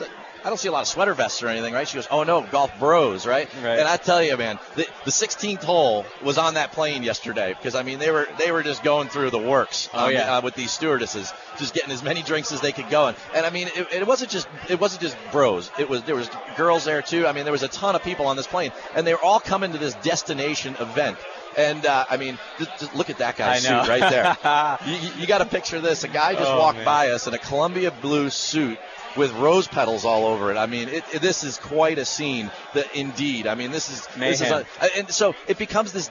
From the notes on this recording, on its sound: Performs the Show live from the 16th hole at the Waste Management People's Open. This PGA Tour event is known for its immense crowds and great golf action.